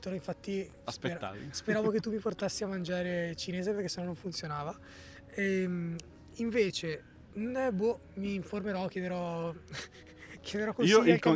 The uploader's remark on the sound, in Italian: In questa puntata live a Parco Sempione